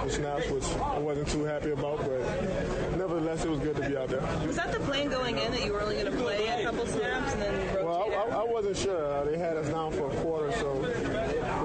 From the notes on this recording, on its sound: live from Arrowhead.